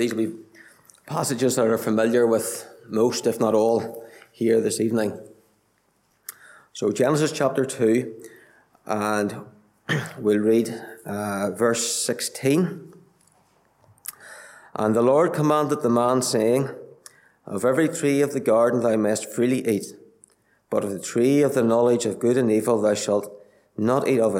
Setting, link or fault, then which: setting, large echoing room